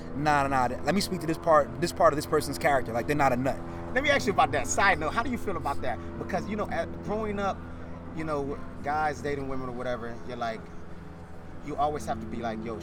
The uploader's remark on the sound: "on location" podcast at Soho Beach House